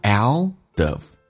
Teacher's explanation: out 跟 of 有一个连音叫 outof，而且连音部分用降调读